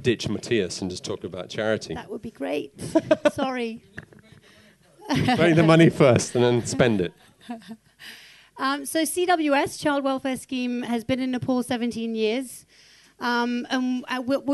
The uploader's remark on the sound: Special thanks to Radio Chinwag for mastering the sound. Recorded at Orange Peel Live Music Bar, Lam Kwai Fong, Central, Hong Kong on 6th May, 2015.